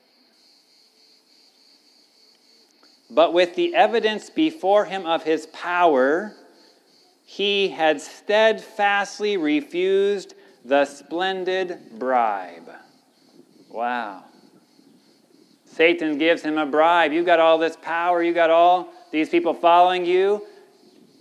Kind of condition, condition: setting, large echoing room